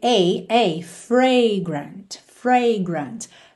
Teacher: esse som da primeira letra A é o A aberto